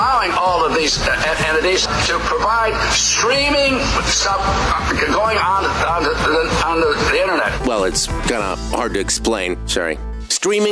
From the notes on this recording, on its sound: we open up the phone lines